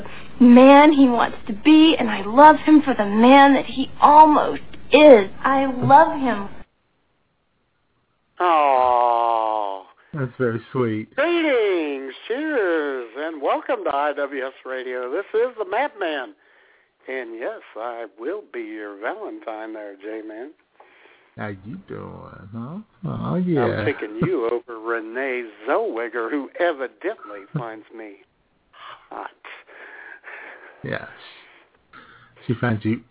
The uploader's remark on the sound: your phone calls as IWS Radio broadcasts LIVE from The Love Shack